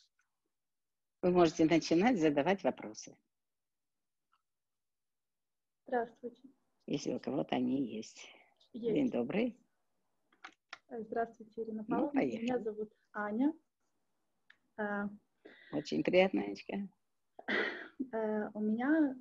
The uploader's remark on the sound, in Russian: Запись прямого эфира Zoom